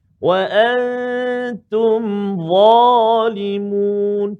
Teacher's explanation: punya za tu hujung lidah keluar sikit